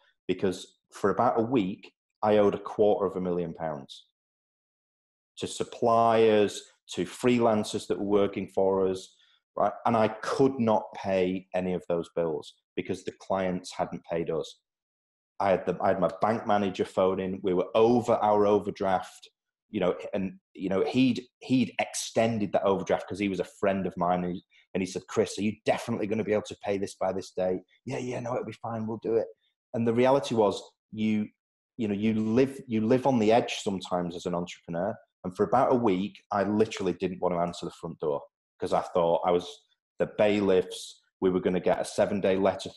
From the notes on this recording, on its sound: joined ProfileTree, using a Zoom video link